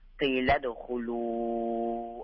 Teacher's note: الدال ساكنة، اي نعم بالقلقلة